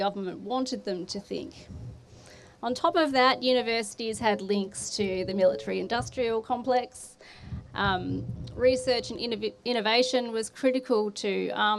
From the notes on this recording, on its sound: episodes recorded at the teach-in held during the October strike